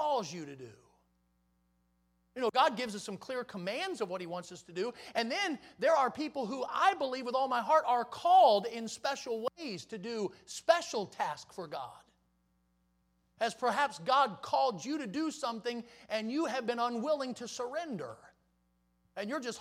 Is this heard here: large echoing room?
yes